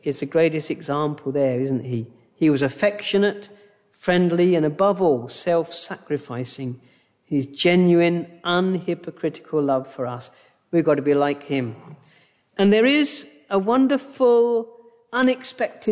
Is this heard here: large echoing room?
yes